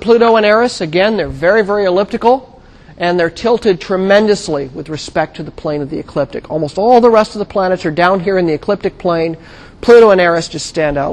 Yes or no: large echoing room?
yes